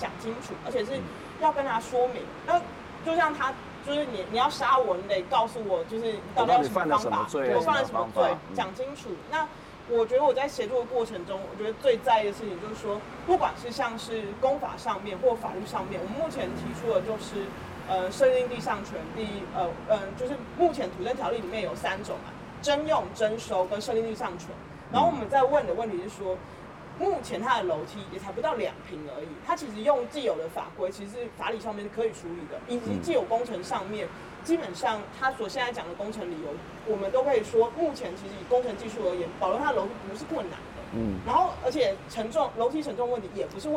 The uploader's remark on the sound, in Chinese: 本集節目因於鐵軌旁錄製，環境音會比以往節目大，請聽眾朋友諒解。